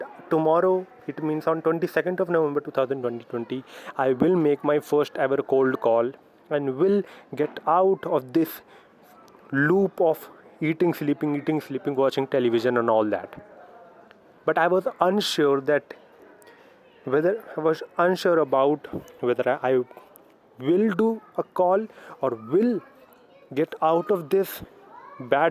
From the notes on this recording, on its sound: I quickly grabbed my phone and now, I am doing this